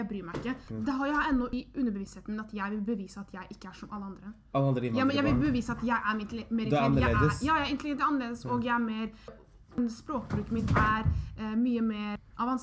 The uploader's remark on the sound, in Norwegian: Bakgrunns lydene dere hører er moren min som leser quran